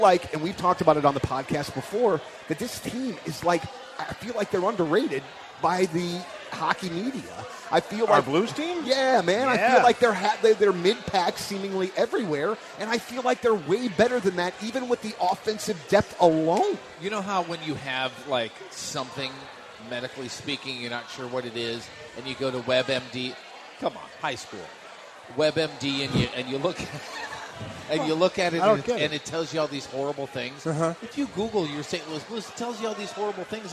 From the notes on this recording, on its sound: We are LIVE from Copper Fire in Belleville